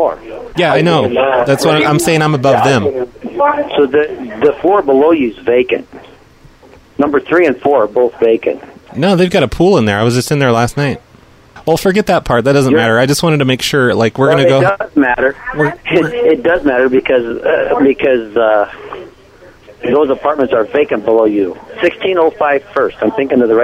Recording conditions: phone line